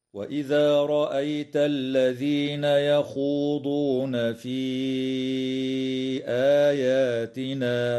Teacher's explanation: تمد الياء في قوله تعالى في آياتنا بمقدار 4 أو 5 حركات من قبيل المد المنفصل